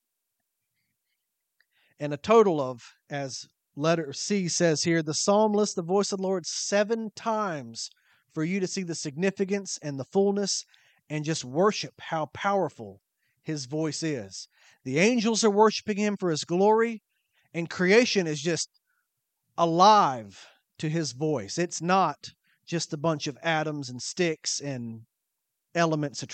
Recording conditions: large echoing room